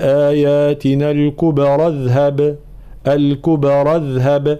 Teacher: في قوله تعالى لنريك من آياتنا الكبرى، طبعا حال الوقف هنا الكبرى واضح، حال الوصل جاء بعدها كلمة اذهب تبتدئ بهمزة وصل، فإذا وصلناها نقول لنريك من آياتنا الكبرى اذهب، الكبرى اذهب، فالانتباه لأن همزة الوصل تسقط في درج الكلام